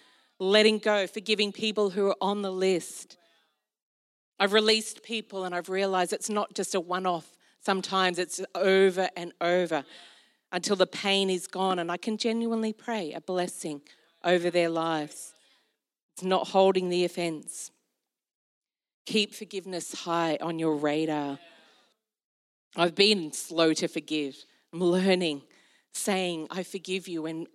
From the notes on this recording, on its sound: This was recorded in our Melbourne East service on Sunday, the 4th of December 2022.